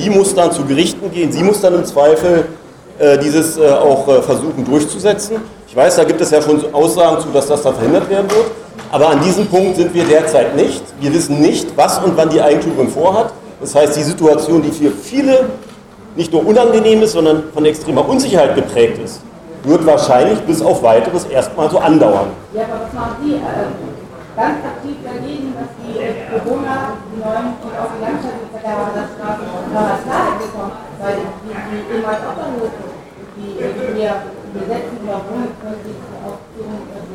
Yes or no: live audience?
yes